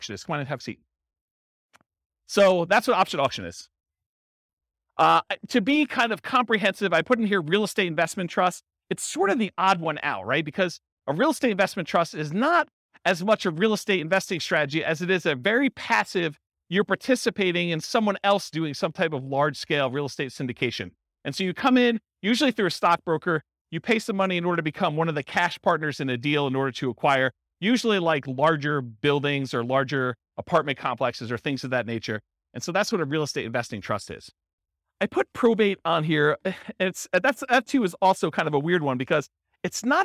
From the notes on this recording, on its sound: In Grand Prairie, Texas. This was a live class recorded.